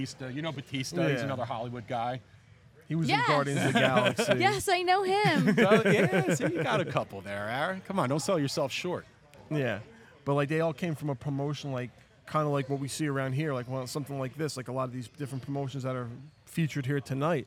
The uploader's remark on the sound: Live From The Premier Wrestling Showcase